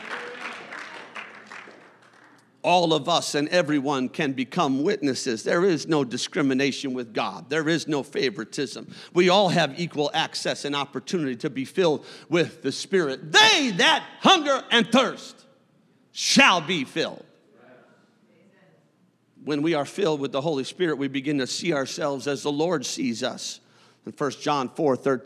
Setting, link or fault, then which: setting, large echoing room